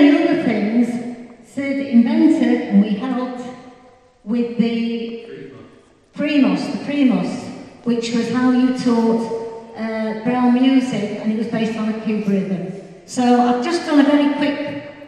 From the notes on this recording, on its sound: Live from the School. Wow just 2 weeks since the 2014 Reunion and here is the podcast that we recorded live in the Chapel. There is none of the usual events and things, the whole thing was done at school.